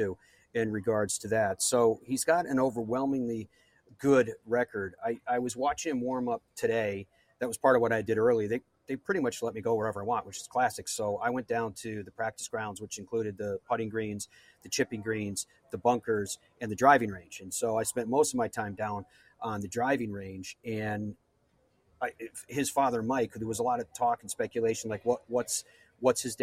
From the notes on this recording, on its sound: LIVE from the Ryder Cup. We are live from Rome and the Ryder Cup.